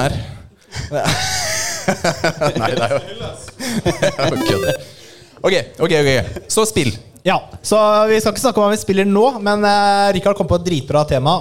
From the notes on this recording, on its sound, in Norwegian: Mai hadde vi LIVE SHOW på Tilt i Oslo sammen flere andre spillpodcaster! Vi kjørte mer show enn podcast, men lanserer uansett opptaket til de som ikke var der.